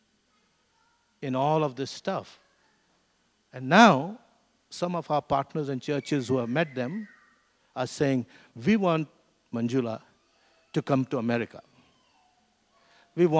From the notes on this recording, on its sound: This was recorded at Skylark Church on 11th August 2019.